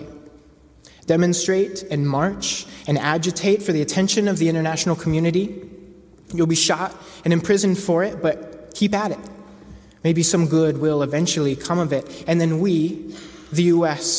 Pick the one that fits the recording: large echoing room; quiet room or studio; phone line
large echoing room